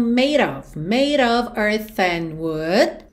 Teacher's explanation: O ed made não é pronunciado, o D virou rarara